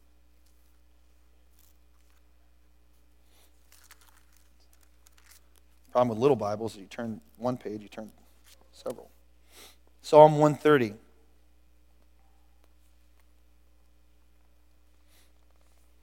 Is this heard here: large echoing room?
yes